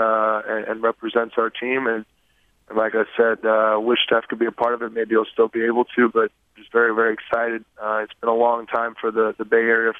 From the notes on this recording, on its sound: All-Star Conference Call.